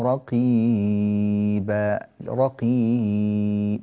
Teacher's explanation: رقيب، ما هذا المد؟ هذه ياء ساكنة وقبلها مكسور، فهي ياء مادية تمد بمقدار حركتين